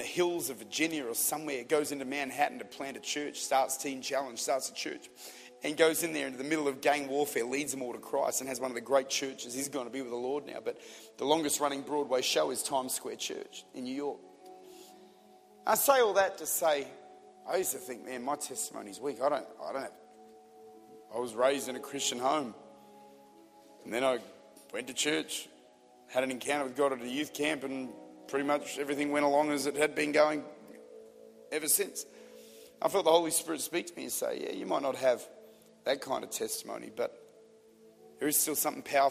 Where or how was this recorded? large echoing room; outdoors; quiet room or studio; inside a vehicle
large echoing room